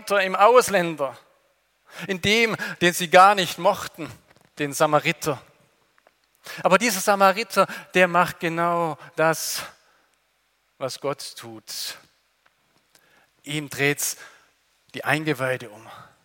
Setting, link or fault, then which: setting, large echoing room